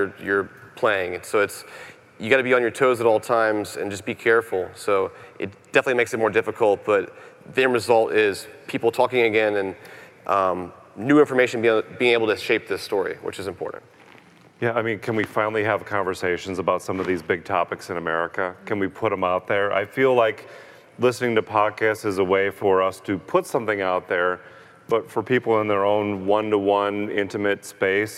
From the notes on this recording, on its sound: Live from CrimeCon 2018